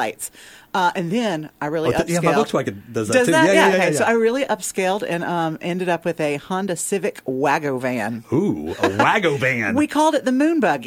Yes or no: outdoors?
no